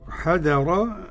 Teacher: حذر نحافظ على ترقيق الذال